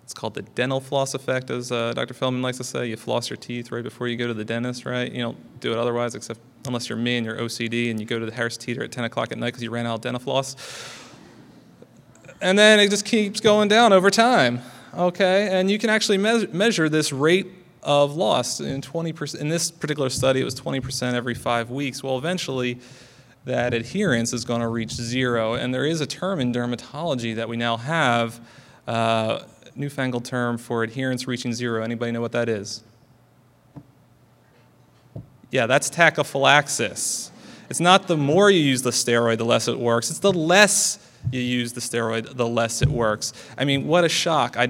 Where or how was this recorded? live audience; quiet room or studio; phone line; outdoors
live audience